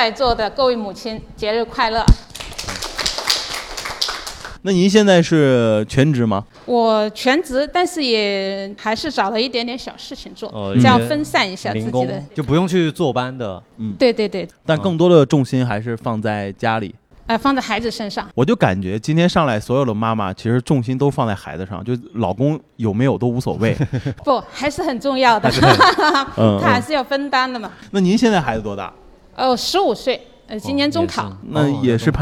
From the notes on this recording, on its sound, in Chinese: 本期节目是由福田区公共文化体育发展中心主办、福田区文化馆各主题馆承办的“妈妈的一天”--致敬母亲节系列活动现场录制的一期特别节目。在现场和50位妈妈聊聊天。